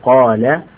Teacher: أما إذا كان ما قبلها مفخم فإنها تفخم، فإذا قلت قال فإن الألف تفخم